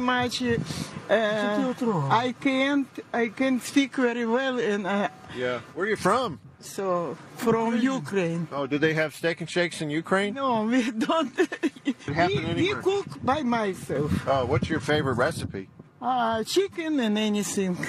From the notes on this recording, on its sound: Talks to people on the parking lot outside a closed Steak 'n Shake.